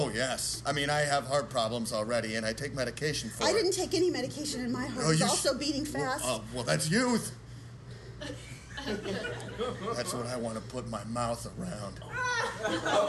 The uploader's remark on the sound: at the 7th annual Chicago-Raliegh improv festival (formerly i3) at ComedyWorx for our second live show!